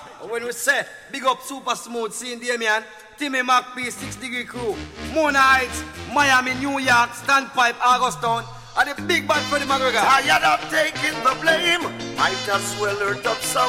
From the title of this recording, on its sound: Rub A Dub June 7th 2015 at Fusion Cafe Davie Florida